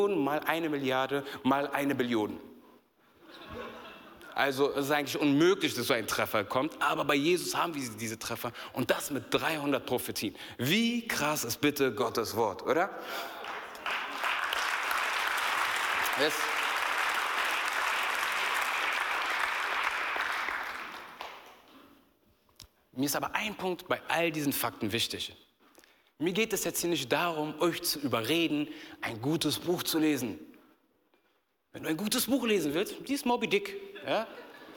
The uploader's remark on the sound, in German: aus unserem Gottesdienst